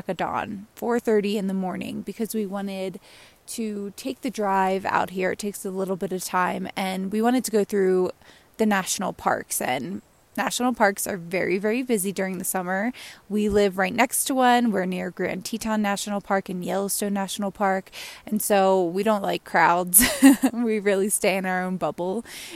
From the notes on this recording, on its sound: Recorded out in the WY/MT wilderness, another lesson and reflection I experienced when my phone went into airplane mode and I could just sit in nature.